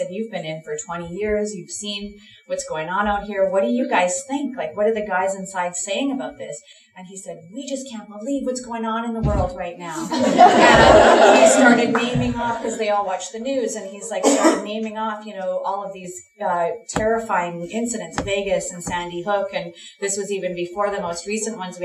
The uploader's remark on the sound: On the morning of June 9, a series of panel discussions took place at the Monarch Tavern, just a couple of short blocks south of the Royal. We are delighted to share with you an edited and truncated version of that talk.